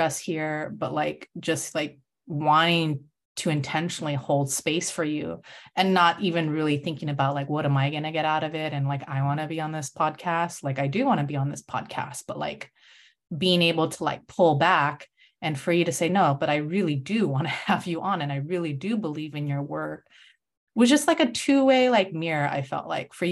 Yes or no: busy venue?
no